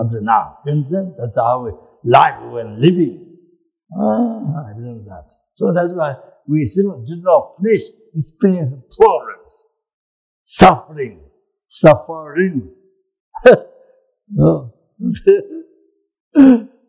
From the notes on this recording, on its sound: The teaching for this episode was recorded on December 10, 2017, at Kopan Monastery, Nepal.